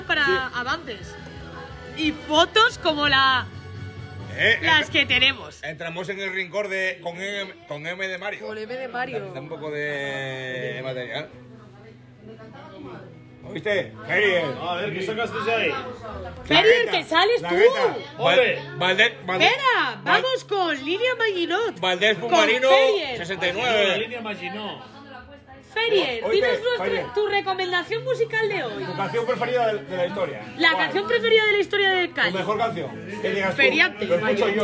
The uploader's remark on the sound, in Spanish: Un podcast desenfadado y loco grabado en la feria.